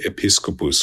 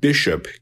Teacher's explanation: The initial E kind of drops off. The unvoiced plosive P becomes a voiced plosive B. And the SK sound in the middle becomes an SH sound in English.